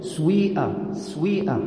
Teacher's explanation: بعضهم يقول سوي بجعل واو خالصة